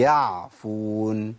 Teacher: اذا جاي بعديها حرف من حروف الهمس، خد بالك عشان ما تصبغهاش بصبغه الهمس وتبقى حاء